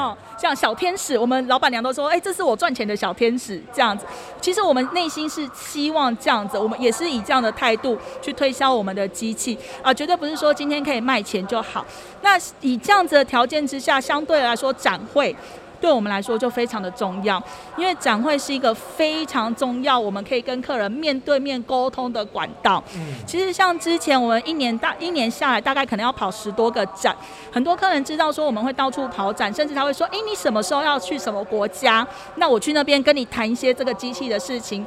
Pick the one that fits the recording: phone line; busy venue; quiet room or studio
busy venue